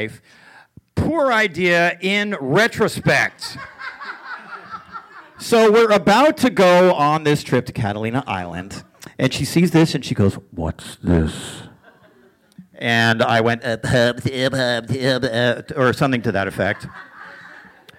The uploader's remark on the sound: Story Smash The Storytelling Gameshow at the Lyric Hyperion Theater. Expert judges comment. The audience laughs.